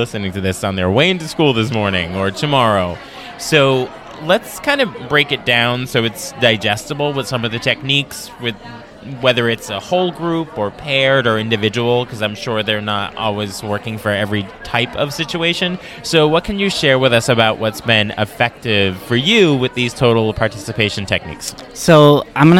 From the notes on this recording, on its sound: We recorded this episode live in the Exhibits Hall at the MaFLA conference in October. We had lots of spectators stop by to see how it all works and what it looks like to record an episode. I kept the background sound of the exhibit hall excitement in so that you can feel the energy that we did.